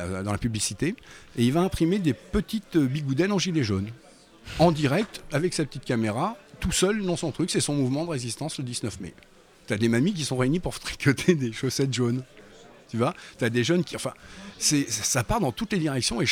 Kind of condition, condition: setting, busy venue